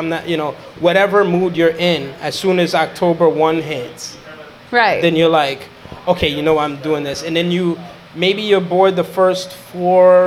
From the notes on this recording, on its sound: LIVE from Milkie’s (from Saturday, October 9th, 2021) with a ton of special guests, games, and other nonsense.